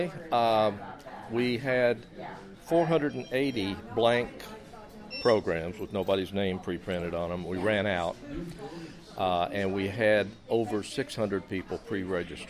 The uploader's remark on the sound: On Location at LinuxFest Northwest